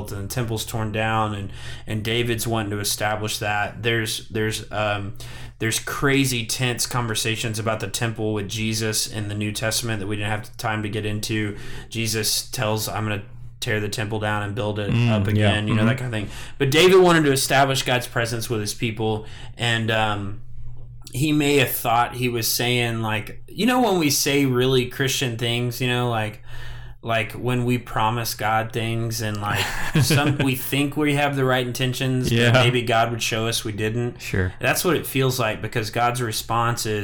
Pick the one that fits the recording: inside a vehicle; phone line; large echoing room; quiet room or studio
quiet room or studio